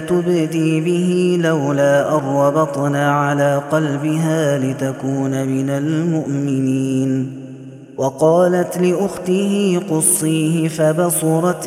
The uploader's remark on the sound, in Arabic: هذا التسجيل من صلاة التراويح.